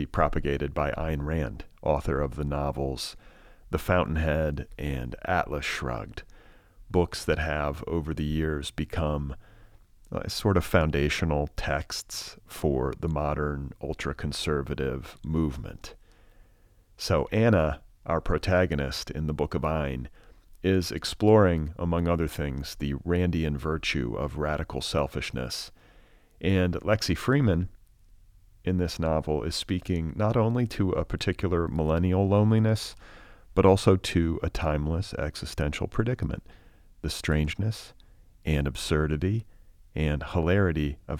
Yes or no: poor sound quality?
no